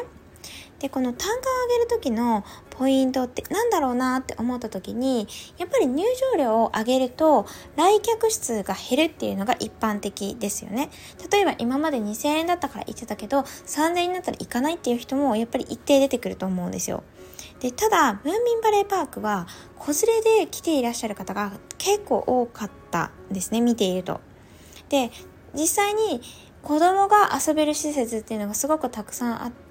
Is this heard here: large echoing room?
no